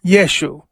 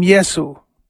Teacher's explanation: there is no sh sound in Greek and Latin, so it became Yesu